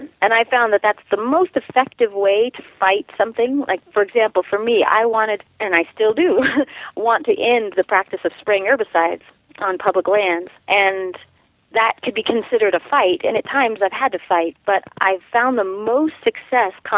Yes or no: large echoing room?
no